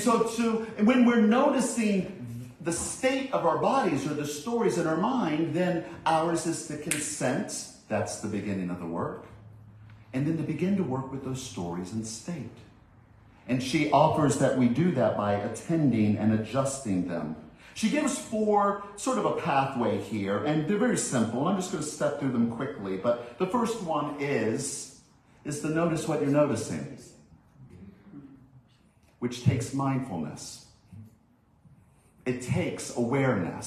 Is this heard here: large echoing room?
yes